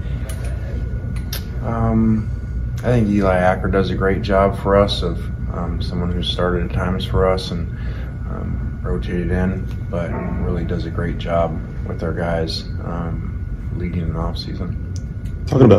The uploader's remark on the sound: LIVE! From SEC Media Days